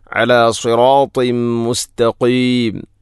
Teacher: അല സിറാത്തിം മുസ്തഖീം അല സിറാത്തിൻ ശേഷം തൻവീന് ശേഷം മീം വന്നാൽ ഇദ്ഗാം കാമിൽ. തൻവീനിനെ മീമിലേക്ക് ഇദ്ഗാം ചെയ്യണം. അല സിറാത്തിം മുസ്തഖീം.